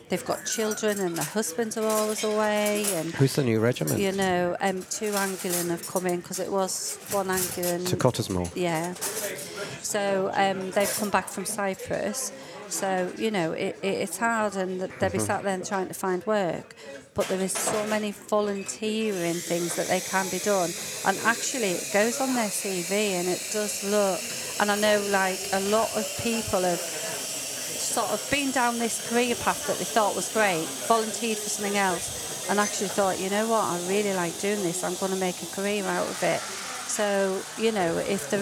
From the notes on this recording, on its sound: It was recorded in The Grainstore, Oakham, Rutland, during the December AFVBC meeting.